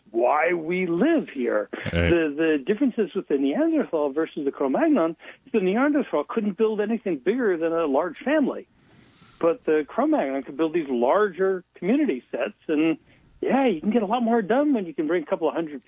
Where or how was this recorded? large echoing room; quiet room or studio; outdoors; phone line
phone line